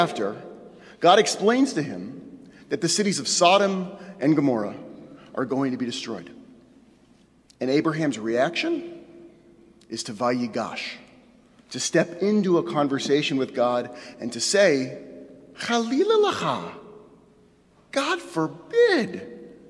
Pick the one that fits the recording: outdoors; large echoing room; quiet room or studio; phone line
large echoing room